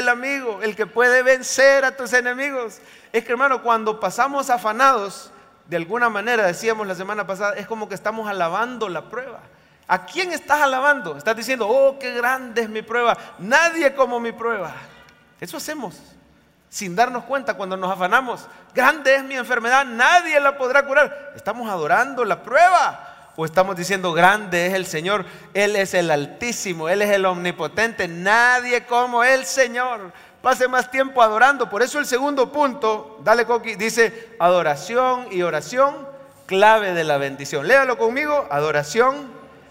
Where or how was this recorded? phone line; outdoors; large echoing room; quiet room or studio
large echoing room